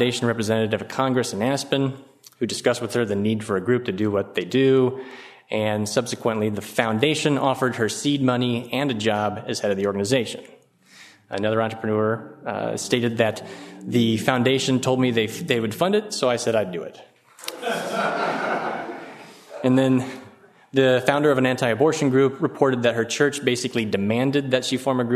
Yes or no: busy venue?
yes